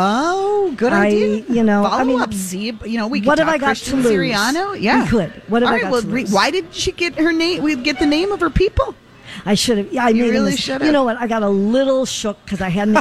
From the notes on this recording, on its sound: broadcasting live at the General Store of Minnetonka